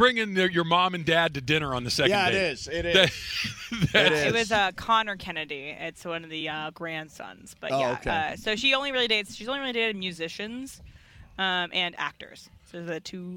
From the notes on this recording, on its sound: LIVE from Rams Camp in the City of Irvine. SUPER CROSSTALK.